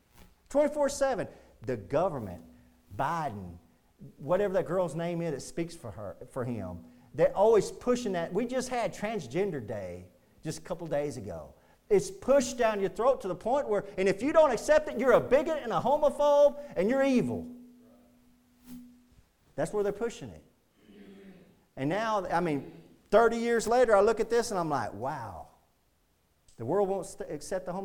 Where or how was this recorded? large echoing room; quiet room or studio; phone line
large echoing room